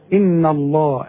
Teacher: شوف لفظ الجلالة اللام ايه مفخمة